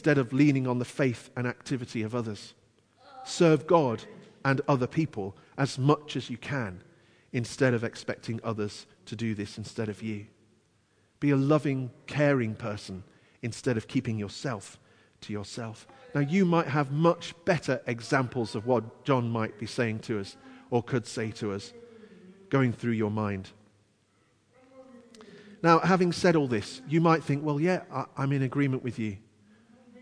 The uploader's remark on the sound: Christ Church, Bayston Hill (UK).